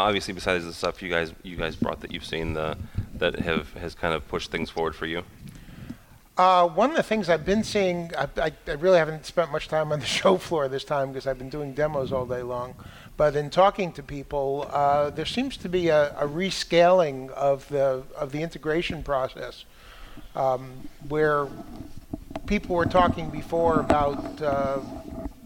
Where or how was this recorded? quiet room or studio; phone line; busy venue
busy venue